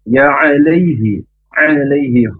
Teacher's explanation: huruf ain dari tenggorokan yang tengah. Huruf lam ujung lidah ke gusi atas.